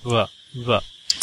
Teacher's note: It's actually beta. It's the bilabial fricative